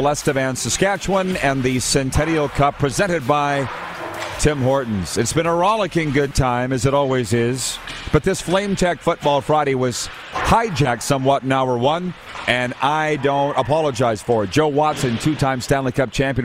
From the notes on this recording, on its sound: We are LIVE from the city of Estevan, Saskatchewan for the 2022 CJHL Centennial Cup Junior Hockey Championship!